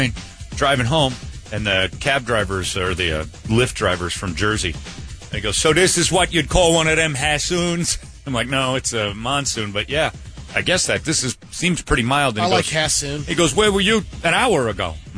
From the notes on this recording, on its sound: Phone Interview